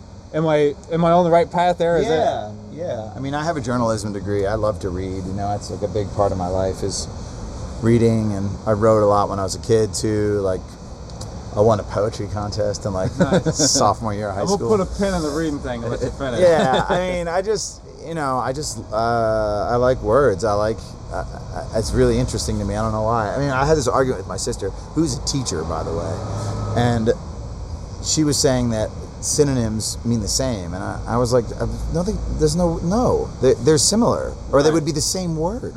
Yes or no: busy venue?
yes